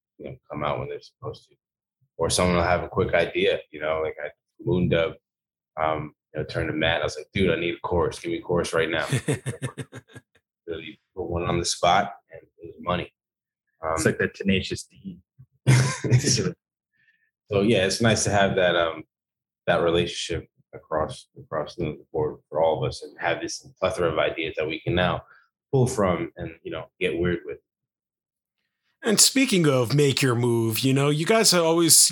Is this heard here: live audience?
no